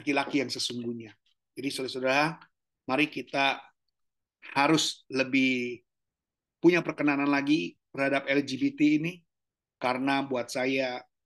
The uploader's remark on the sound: Zoominar.